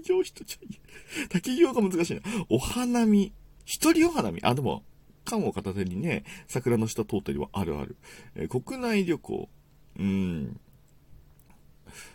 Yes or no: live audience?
no